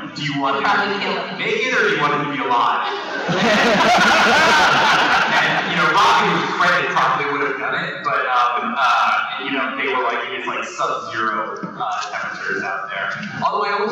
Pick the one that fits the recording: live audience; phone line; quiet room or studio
live audience